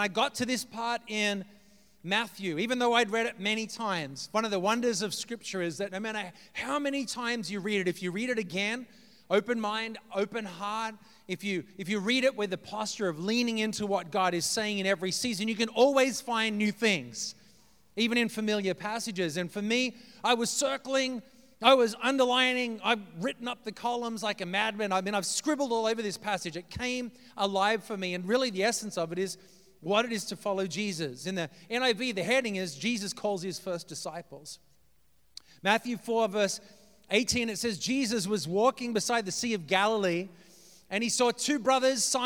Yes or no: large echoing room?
yes